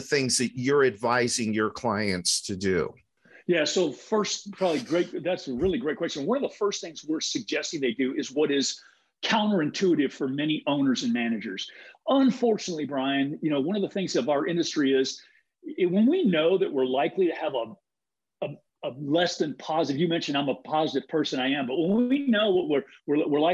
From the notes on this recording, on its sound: you are going to hear the recording of a webinar